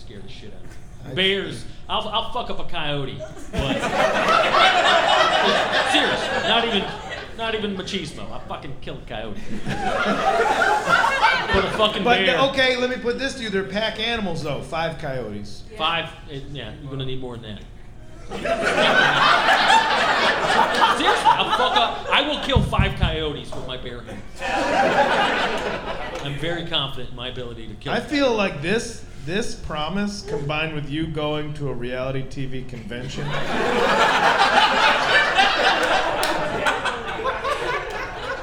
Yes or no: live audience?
yes